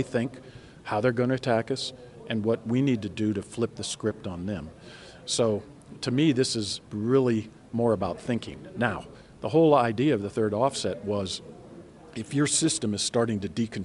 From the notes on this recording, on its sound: The interview was conducted on the sidelines of CNAS’ annual conference, this year titled, “Strategic Competition: Maintaining the Edge.”